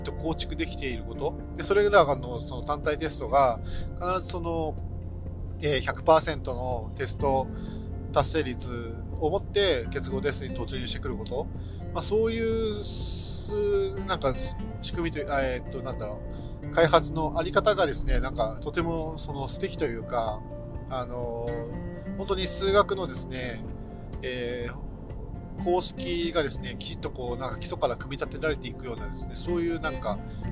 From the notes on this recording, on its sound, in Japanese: 高速道路を走行中に収録しているので、少し雑音があります。